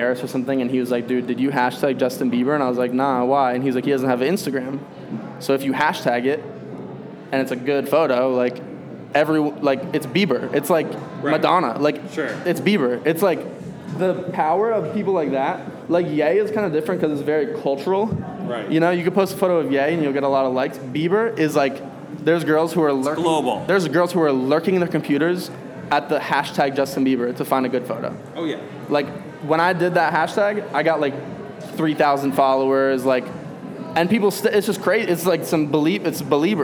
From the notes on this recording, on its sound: interview recorded during his homecoming gallery show